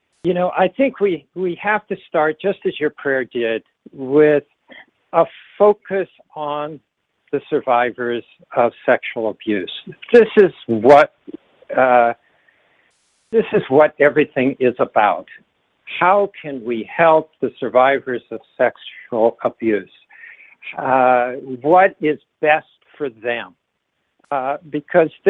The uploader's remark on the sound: This teleconference.